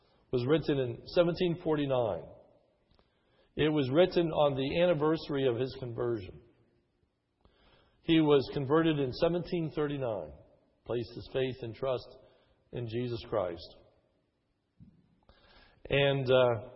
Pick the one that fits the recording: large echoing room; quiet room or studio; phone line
large echoing room